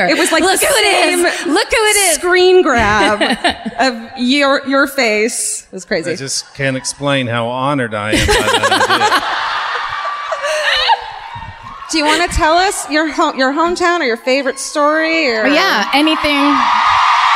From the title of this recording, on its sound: Live at the Toyota Music Factory in Irving (Texas)